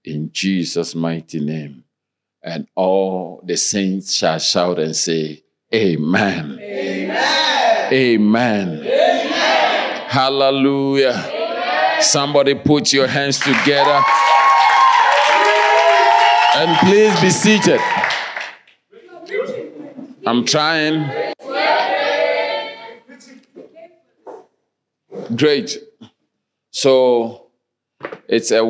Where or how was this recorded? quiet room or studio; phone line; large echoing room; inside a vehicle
large echoing room